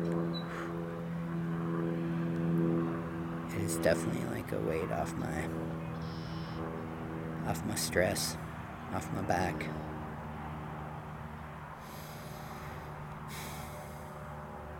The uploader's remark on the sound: Filmed Live unedited one evening at Marden Pond in Marden.